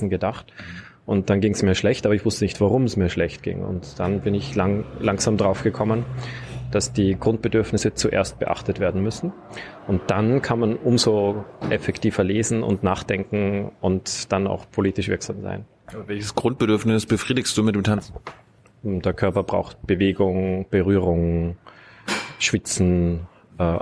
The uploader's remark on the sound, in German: in der Berliner Buchhandlung Ocelot aufgezeichnet